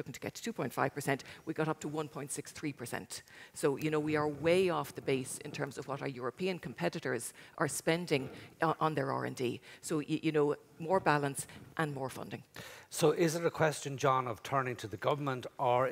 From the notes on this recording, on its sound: Episode recorded in the RDS with a live audience.